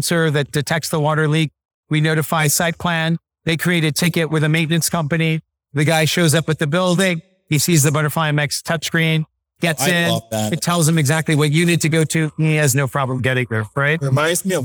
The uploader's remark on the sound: LIVE at Optech